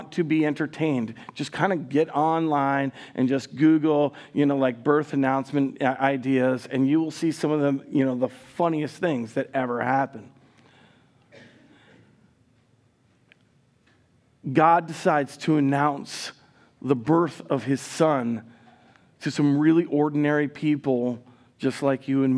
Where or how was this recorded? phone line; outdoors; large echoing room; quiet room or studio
large echoing room